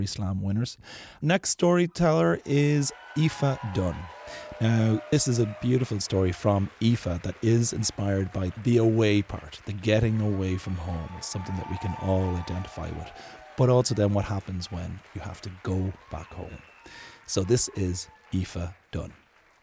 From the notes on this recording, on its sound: three personal true stories recorded at our monthly open mic storytelling night here in Dublin